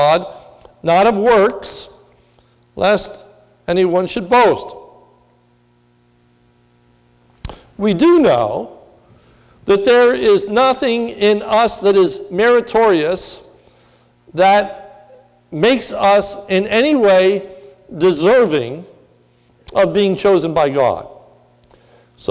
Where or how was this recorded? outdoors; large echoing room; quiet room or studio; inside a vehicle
large echoing room